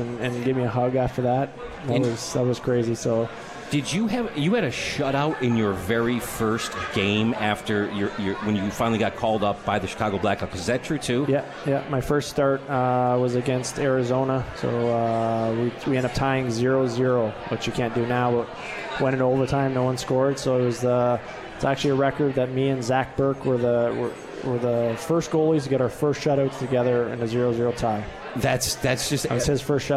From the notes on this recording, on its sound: on KROCK at the 72 Tavern & Grill